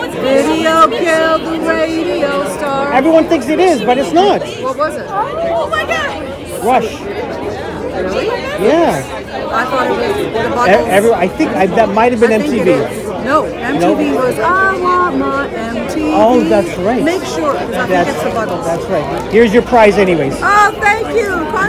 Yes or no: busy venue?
yes